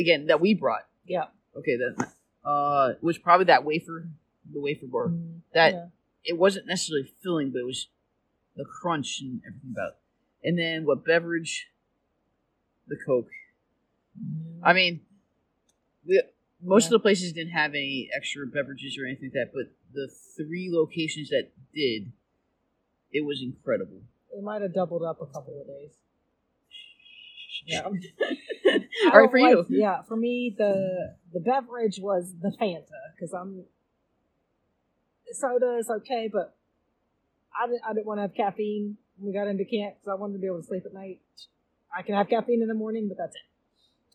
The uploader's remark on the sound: Recorded while sitting in our tent in Torres del Paine in Chile. It was night seven of our eight day hike.